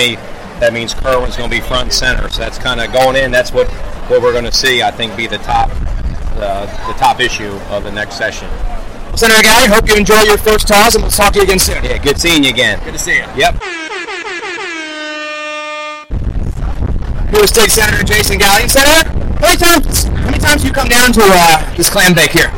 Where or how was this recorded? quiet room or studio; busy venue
busy venue